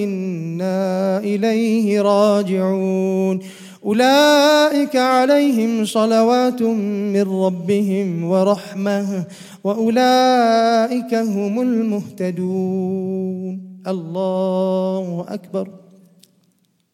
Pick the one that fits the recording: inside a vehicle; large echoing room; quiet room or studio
large echoing room